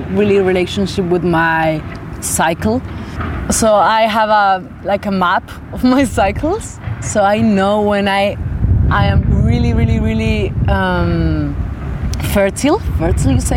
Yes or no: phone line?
no